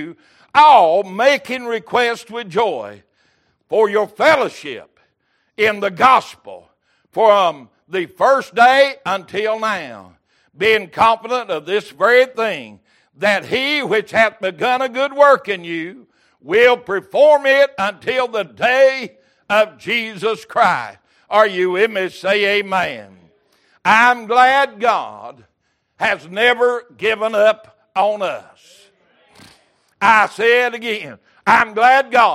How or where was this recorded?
large echoing room